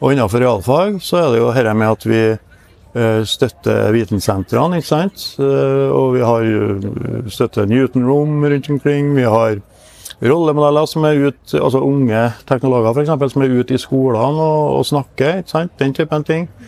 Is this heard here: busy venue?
yes